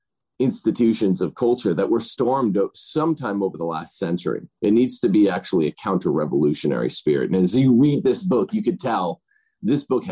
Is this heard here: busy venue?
no